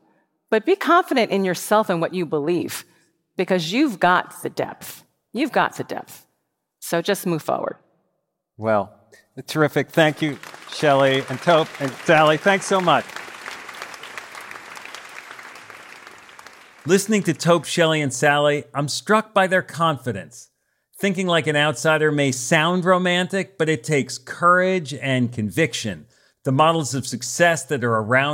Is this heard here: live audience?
yes